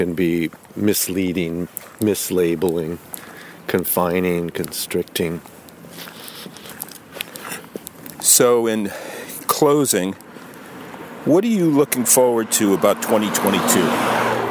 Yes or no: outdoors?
yes